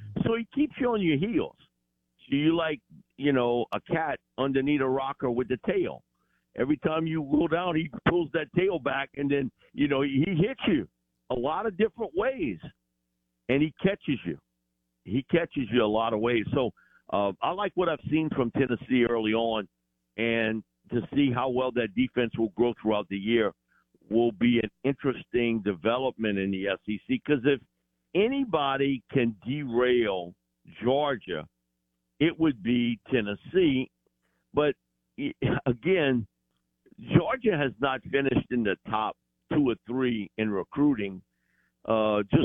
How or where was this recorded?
phone line